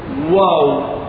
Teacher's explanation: تخرج من الشفتين بانفراج يعني بانفتاح للشفتين